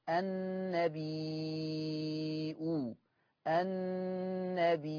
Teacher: قرأ ورش بإثبات الهمز